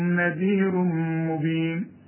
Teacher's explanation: نذير تنوين وبعده مين إدغام كامل بغنة، العلامة إن المين بيبقى عليها الشدة